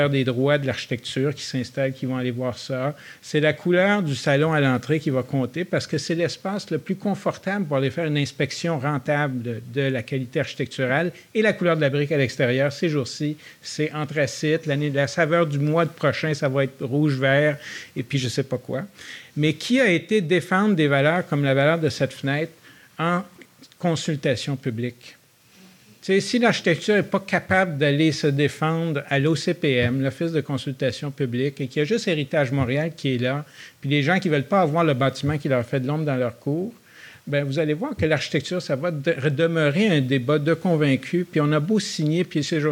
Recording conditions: live audience